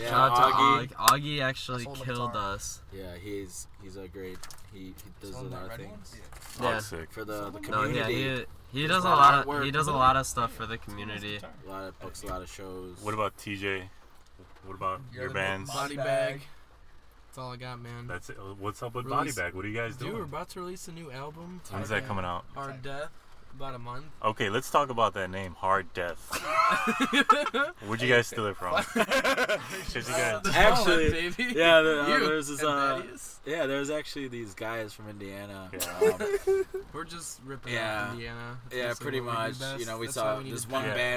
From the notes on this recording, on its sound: All of us were in my car during a thunderstorm.